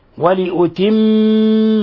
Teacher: هنا ميم مشددة فتعطى غنة مقدار حركتين، ولأتم، ولا بد من إطباق الشفتين والضغط عليهما بشدة وإظهار غنة من الخشوم، ولأتم نعمتي عليكم ولعلكم تهتدون.